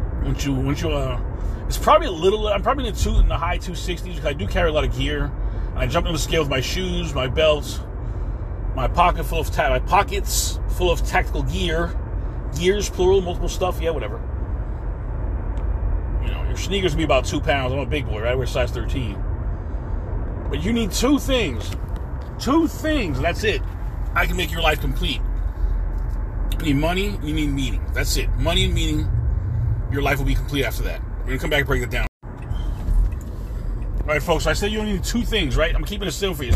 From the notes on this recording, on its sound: In this CarCast